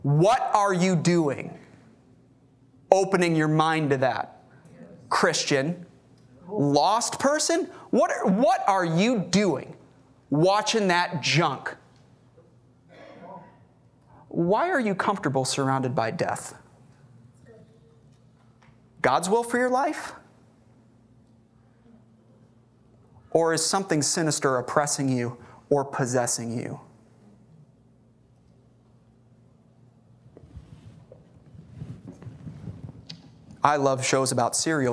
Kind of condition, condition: setting, large echoing room